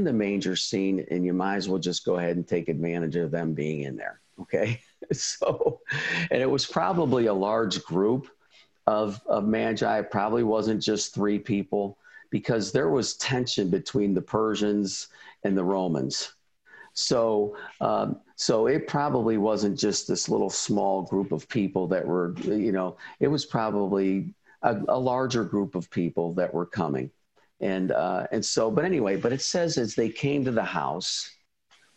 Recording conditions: video call